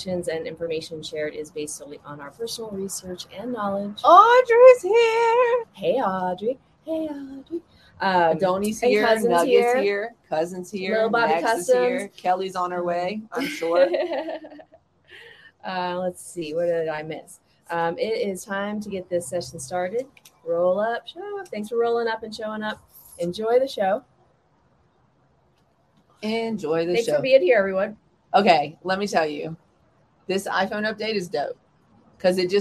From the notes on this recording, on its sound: We got outside for a bit